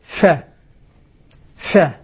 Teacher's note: هذا حرف الفاء يحتاج مني إلى هواء، إلى همس، إلى جريان النفس عند النطق به، هكذا تكون الفاء صحيحة.